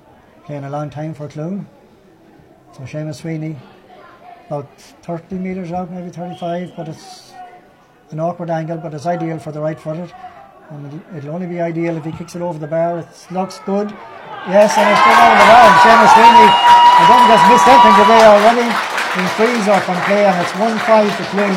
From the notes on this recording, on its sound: Live commentary from Avantmoney Pairc Sean MacDiarmada